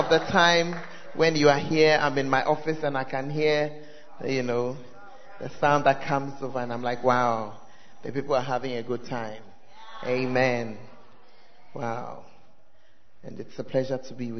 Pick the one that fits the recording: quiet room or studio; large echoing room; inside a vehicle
large echoing room